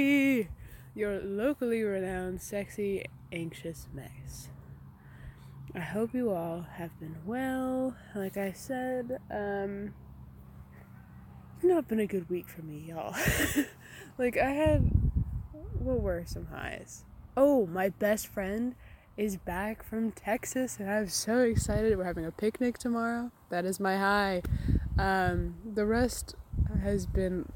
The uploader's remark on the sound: Comin at ya from the frog pond this week. With a lot of unfortunate audio disturbances due to wind.